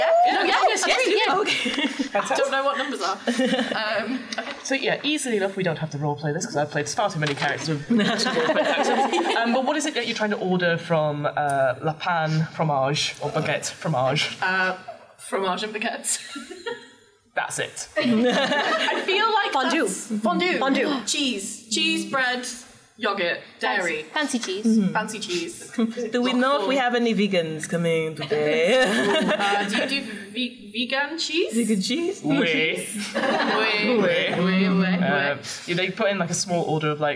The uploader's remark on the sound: Be Our Guest LIVE at UKGE. A special live recording from UK Games Expo.